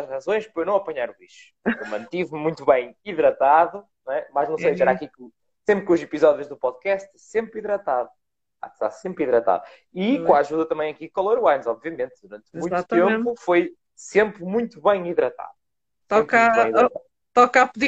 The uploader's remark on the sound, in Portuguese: Conteúdo LIVE no Instagram